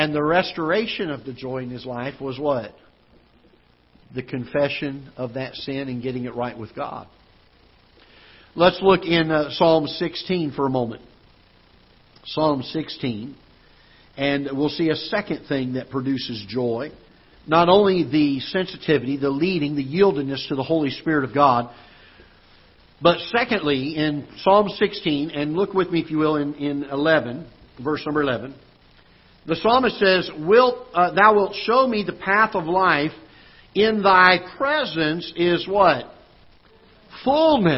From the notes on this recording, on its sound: Ketha Heights Baptist Church ~ Live Broadcast.